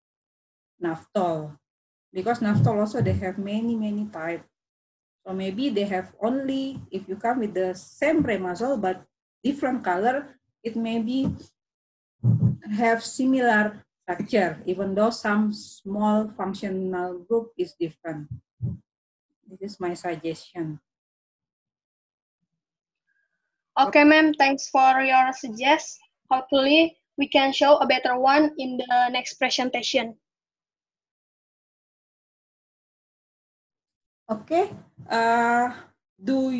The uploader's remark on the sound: zoom meeting